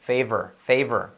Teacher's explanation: la V es como una F, pero activando las cuerdas